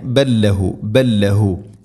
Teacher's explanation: ലാമിനെ അടുത്ത ലാമിലേക്ക് ഇദ്ഗാം ചെയ്ത് അഥവാ കൂട്ടിലയിപ്പിച്ച് ഉച്ചരിക്കണം, മണിക്കരുത്. ബൽ ലഹു പറയരുത്.